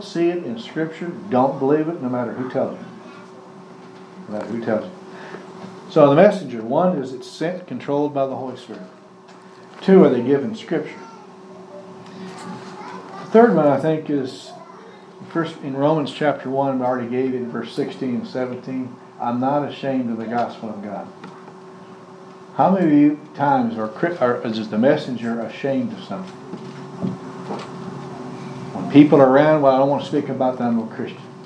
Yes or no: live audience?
yes